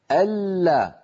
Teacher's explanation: اللام الأولى من اللام المشددة بينية فلها زمن متوسط